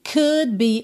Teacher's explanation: você também não ouve o D, porque quando eu tô indo com a língua pro céu da boca pro D, eu também já tô indo fechar os lábios pro B